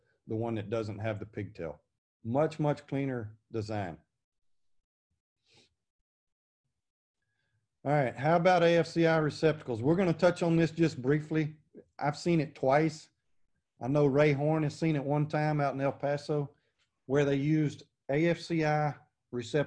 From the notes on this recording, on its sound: This class recording, from the Texas Inspectors Convention 2020